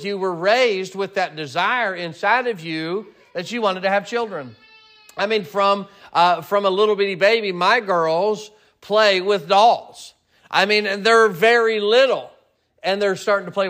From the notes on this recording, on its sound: Sermon preached at Mid County Baptist Church